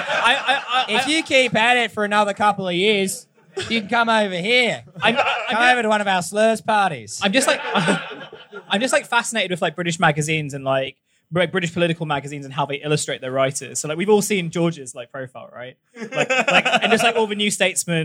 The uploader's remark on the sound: This is a recording of our recent live show at the Sekforde in London.